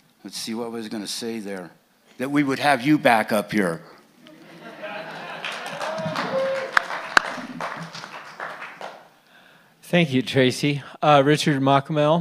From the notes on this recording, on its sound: KBUT was on hand to broadcast and record the Crested Butte News Candidates Forum held on Sunday, October 22, 2017.